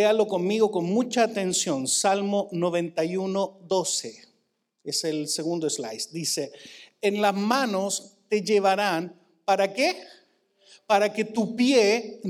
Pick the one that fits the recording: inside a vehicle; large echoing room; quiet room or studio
large echoing room